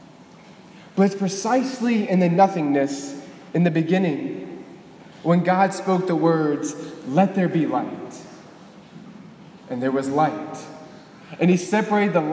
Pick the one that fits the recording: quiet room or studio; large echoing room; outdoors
large echoing room